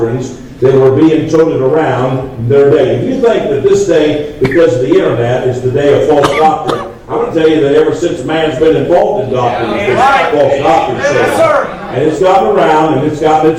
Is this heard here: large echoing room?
yes